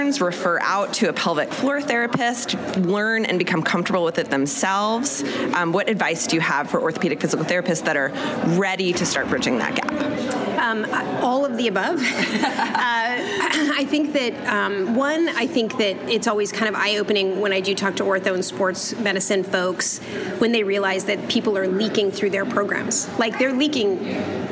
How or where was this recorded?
busy venue